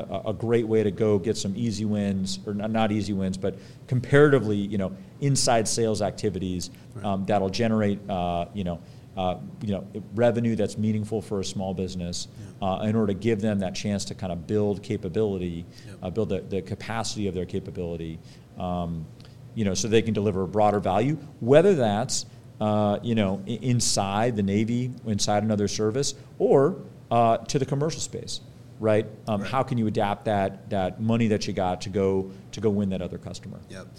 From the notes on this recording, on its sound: We recorded this episode back in August of 2023 at Capital Factory's Fed Supernova